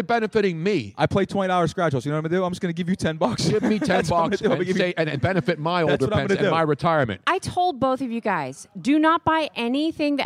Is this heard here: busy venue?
yes